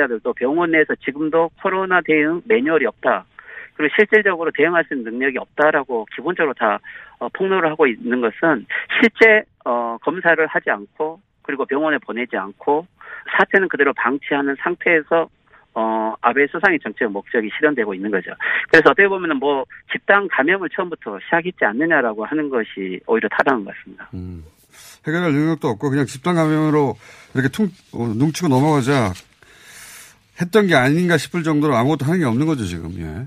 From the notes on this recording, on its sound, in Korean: 전화연결